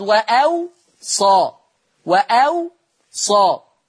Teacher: ورش يضع همزة بين الواوين ويسكن الواو الثانية ويخفف الصاد